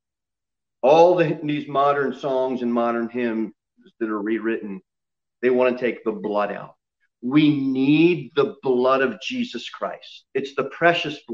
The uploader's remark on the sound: Sermon delivered at Pilgrim Baptist Church on Thursday, March 4, 2021, at 6:15 pm.